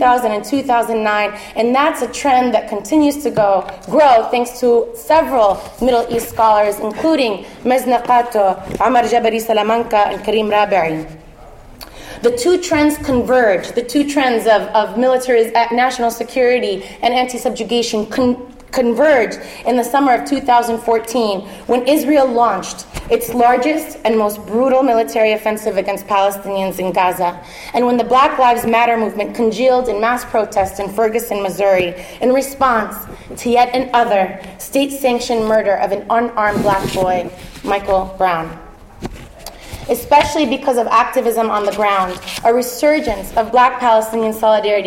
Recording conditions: live audience